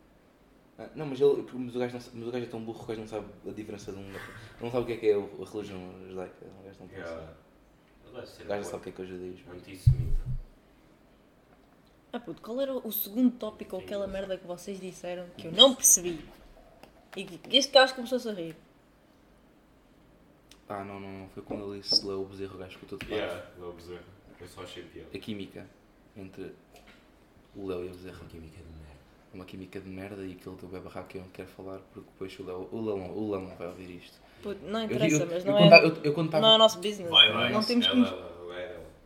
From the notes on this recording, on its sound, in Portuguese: Choveu, contudo também esteve sol nesta gravação. O episódio tem estalos na gravação com o objetivo de colocar o ouvinte na pele de alguém da Ucrânia neste momento.